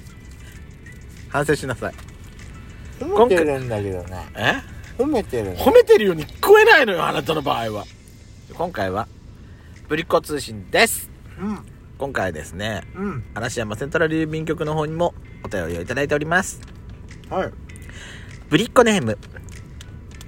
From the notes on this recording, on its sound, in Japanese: パーキング収録